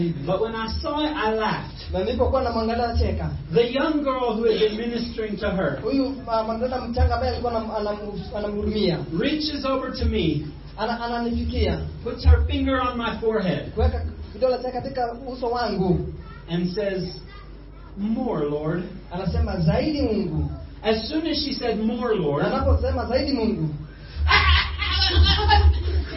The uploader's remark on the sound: Impartation at Sozo Ministries Church, Juja, Kenya. This sermon was recorded at Sozo Ministries Church – Juja, Kenya. The interpretation is in Swahili.